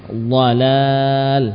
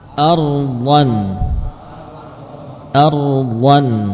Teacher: Suara dominan atau terkonsentrasi pada bagian tepi kiri atau kanan. Ya, bagian depan hanya sekedar menyentuh saja.